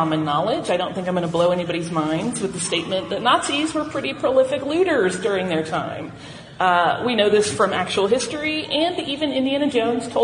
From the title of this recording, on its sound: Live From FanX